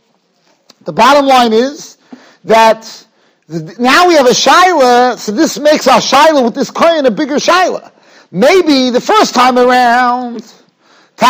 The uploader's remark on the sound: Shiur recorded in Yeshivas Ohr Reuven, Monsey, NY.